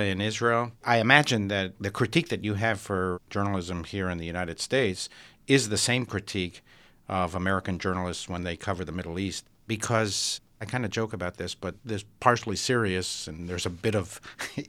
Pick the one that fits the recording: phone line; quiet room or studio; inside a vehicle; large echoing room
quiet room or studio